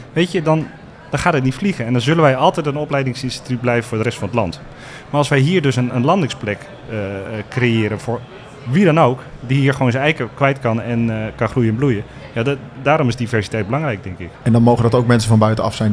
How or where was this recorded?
busy venue